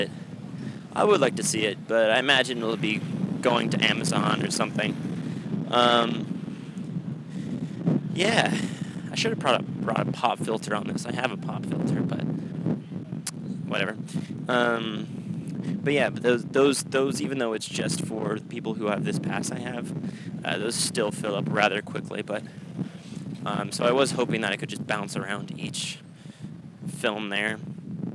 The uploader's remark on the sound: Sorry for the windy parts. Should have brought a sock.